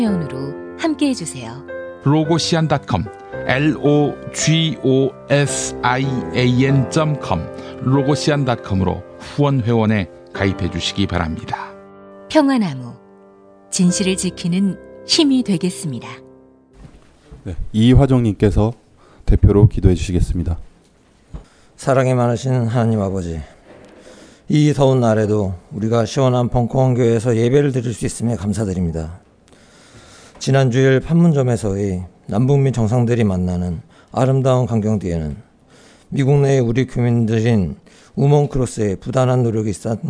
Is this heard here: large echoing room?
yes